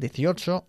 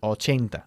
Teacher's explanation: We emphasize the second syllable of 18, 18, and the first syllable of 80